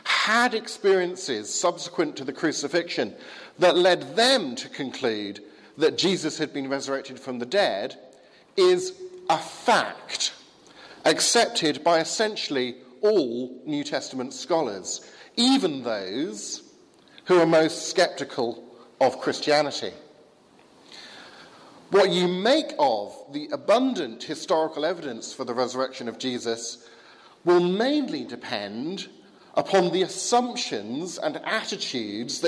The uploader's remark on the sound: Sermon from the 11 am service at Highfield Church, Southampton, November 6th 2016.